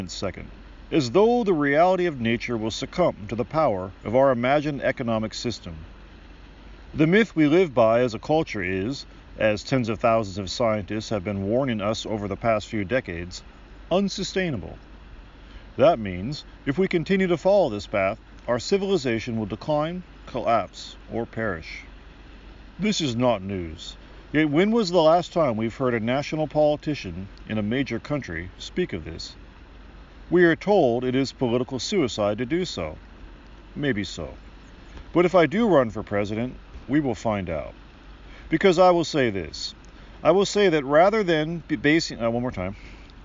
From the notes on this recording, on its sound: Today’s episode is brought to you by me going outside. It was all recorded from the Great Outdoors.